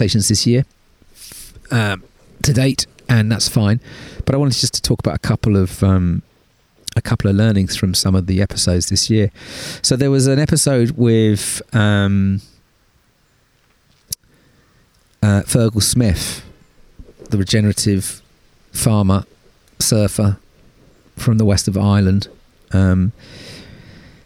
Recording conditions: outdoors